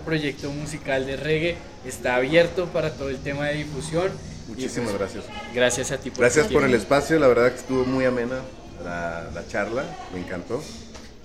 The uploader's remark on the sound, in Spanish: En vivo desde Jamaica Records